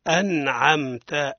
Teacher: الصواب هو أنعمت، أن من غير قلقلة، وكذلك يقع التمطيط في التاء.